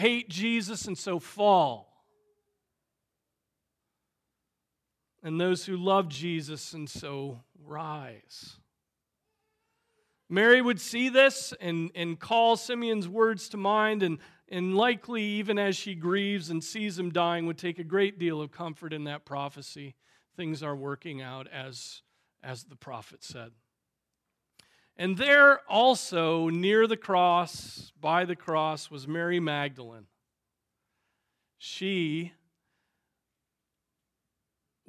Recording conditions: large echoing room